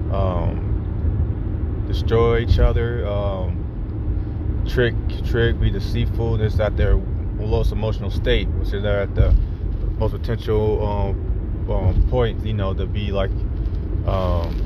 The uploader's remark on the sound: I am in the car on my way to a friend's house.